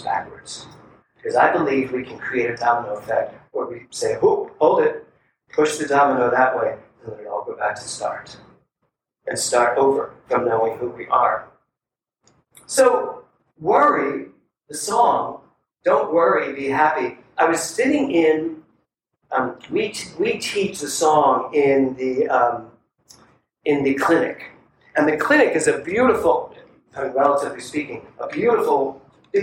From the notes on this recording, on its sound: THE ORIGINAL SOURCE AUDIO IS NOT TO OUR USUAL STANDARDS.